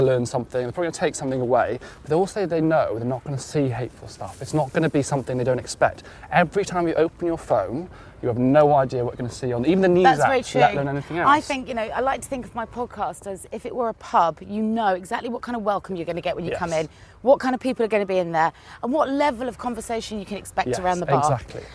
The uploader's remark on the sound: a walk around Clapham Common